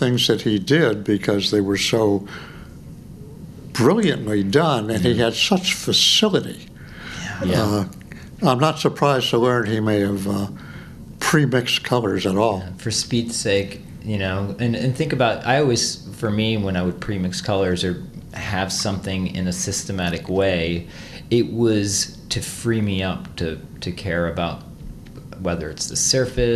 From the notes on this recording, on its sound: We recorded a podcast with him late last year at the FACE conference